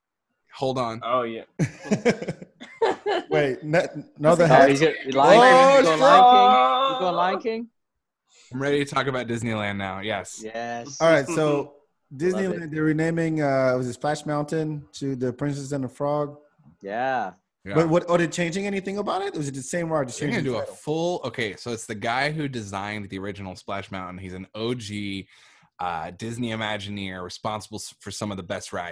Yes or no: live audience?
no